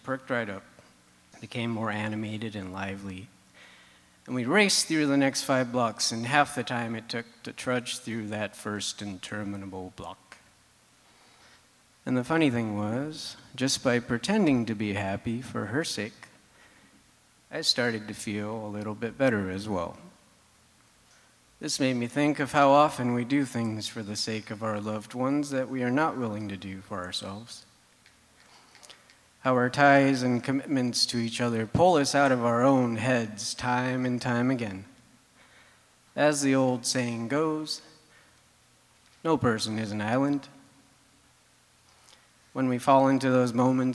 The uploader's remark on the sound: recorded Ampersand Live 2018 at the Moore Theatre on October 25